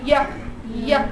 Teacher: Blade of the tongue is touching or approaching the palatal area.